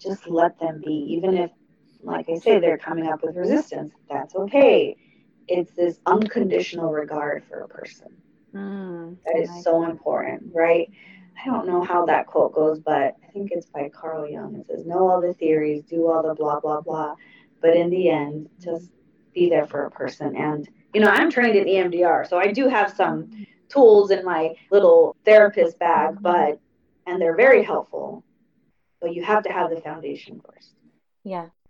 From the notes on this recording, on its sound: Unfortunately, the audio is poor